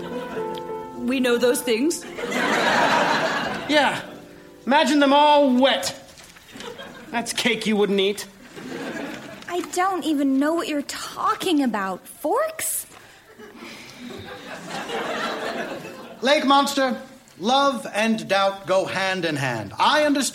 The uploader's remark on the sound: Recorded Live 2/1/2014 at Largo, Los Angeles.